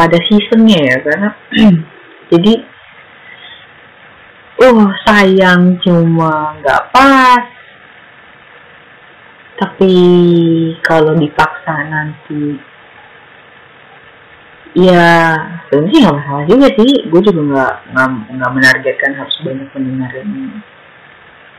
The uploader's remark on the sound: Sorry for noisy recording and also use your earphone for better sound.